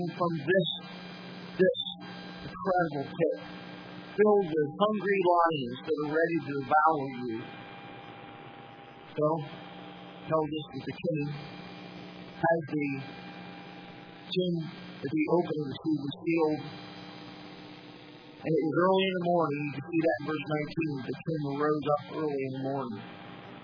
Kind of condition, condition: setting, large echoing room